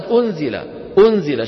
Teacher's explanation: يبقى من النون غنتها، ويخرج من الفم صويت · Term: الإخفاء